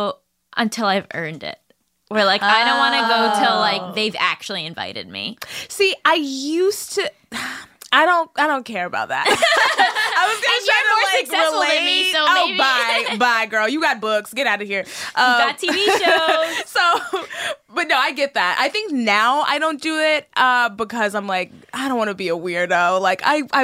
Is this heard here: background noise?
no